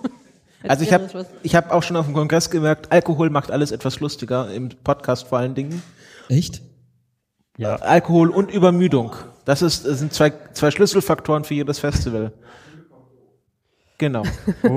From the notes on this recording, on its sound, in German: Wir haben eine Folge auf dem Podstock 2015 aufgezeichnet. Vor Publikum und mit einigen Gäst*innen.